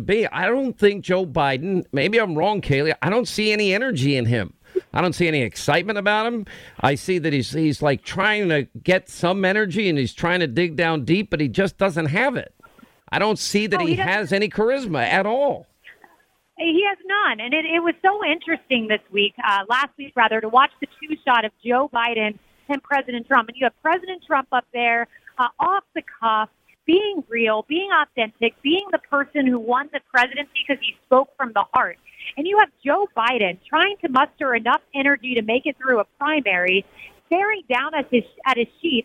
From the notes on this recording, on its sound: live from the rally in Orlando, Florida